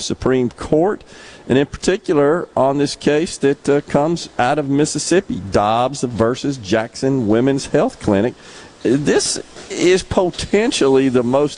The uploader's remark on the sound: MidDays is LIVE from Columbia. On the SuperTalk stage.